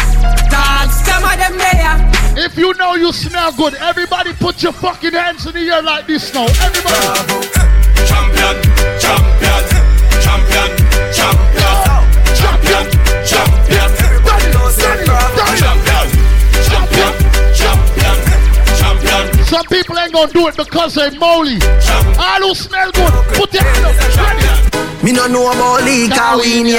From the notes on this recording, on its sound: Live audio inside Lip sticks and things after party.